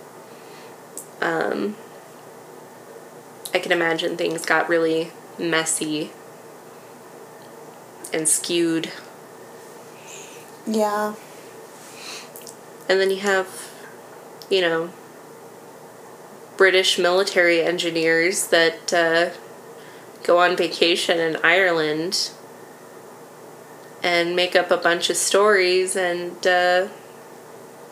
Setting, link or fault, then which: fault, sounds in the background